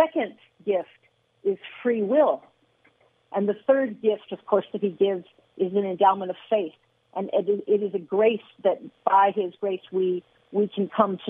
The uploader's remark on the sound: Callers call in to share their opinions